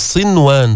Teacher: ما هي نون ساكنة بعدها واو، والواو قلنا من حروف يومن، من حروف الإدغام بغنة، اجتمعوا بكلمة لا تدغم، بتقول صنوان تظهر النون حتى ما تشتبه الكلمة بالمضعف أو بالمضاعف